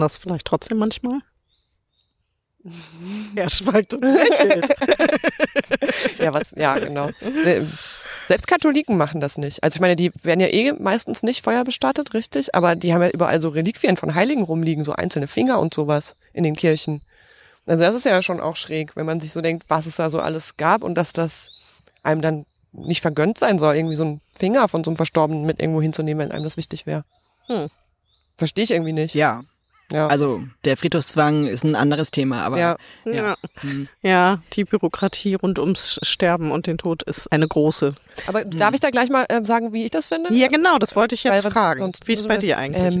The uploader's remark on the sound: live auf dem Friedhof!